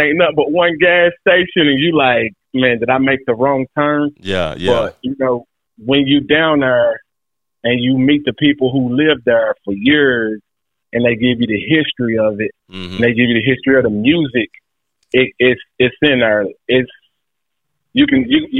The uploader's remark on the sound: called into the show